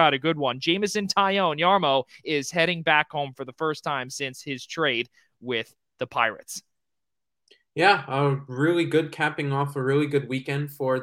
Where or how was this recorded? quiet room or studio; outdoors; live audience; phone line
quiet room or studio